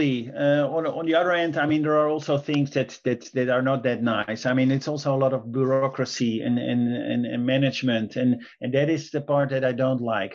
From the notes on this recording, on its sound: Via Zoom